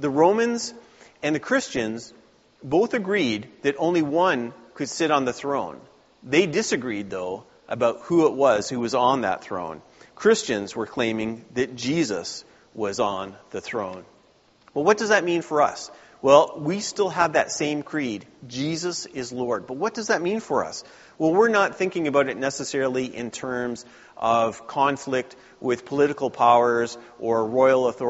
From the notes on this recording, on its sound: Please note the video and audio contain the entire service and not just the sermon.